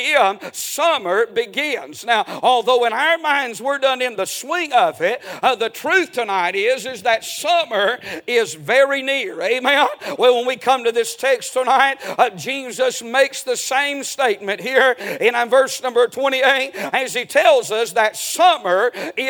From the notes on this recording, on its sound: A sermon preached Sunday Evening